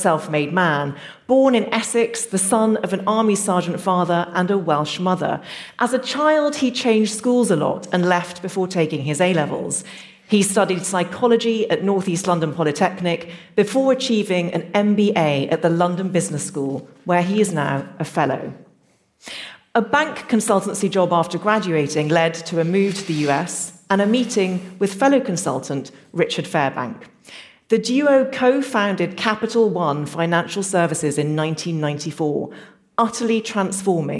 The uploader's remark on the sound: This episode was recorded in front of a live audience at an annual event hosted by Clearscore , the free credit score app.